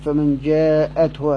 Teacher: يقرأه الحسن البصري بزيادة التاء قبل الهاء